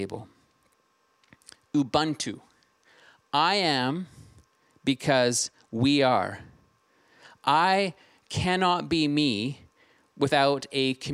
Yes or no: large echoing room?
yes